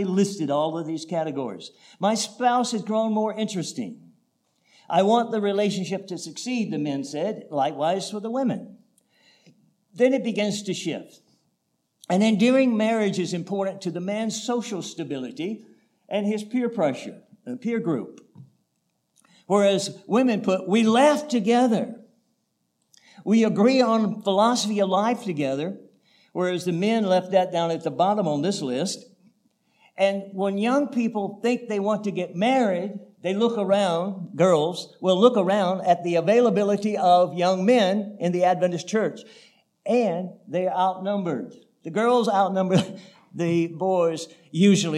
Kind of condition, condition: setting, large echoing room